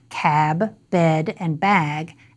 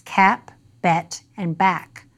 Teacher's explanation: the pronunciation of words like cab, bed, and bag as cap, bet, and back, a feature linguists call final consonant devoicing · Shown in: second take